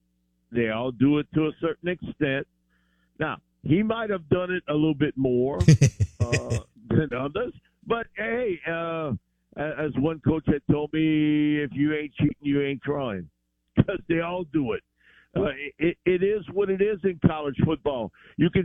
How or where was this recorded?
phone line